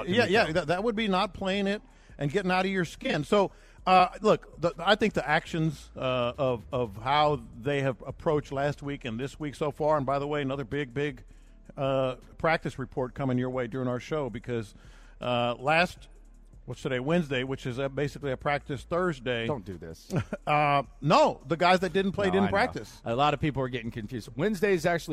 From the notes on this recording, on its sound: Live at the Bear Bryant Awards.